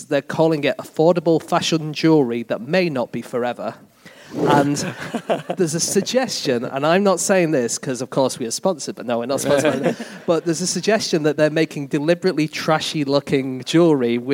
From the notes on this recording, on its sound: Live from Antwerp